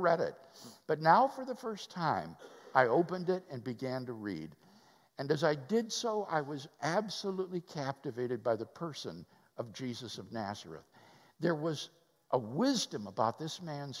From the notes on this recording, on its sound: Live at West University Baptist Church. Interviewed by the church staff during Sunday morning worship at West University Baptist Church in Houston Texas.